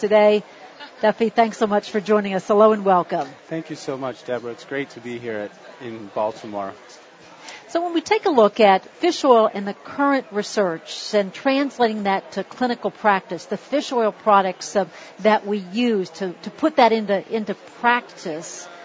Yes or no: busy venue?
yes